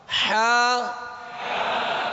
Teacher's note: ہا وسط حلق سے، درمیان حلق سے